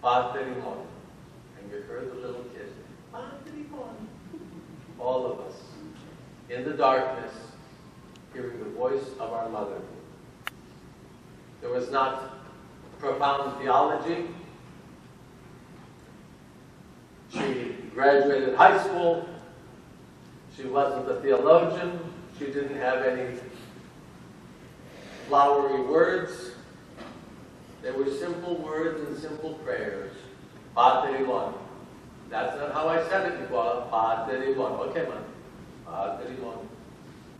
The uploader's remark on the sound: given at the Metropolis of Detroit Clergy-Laity Conference in Troy, Michigan.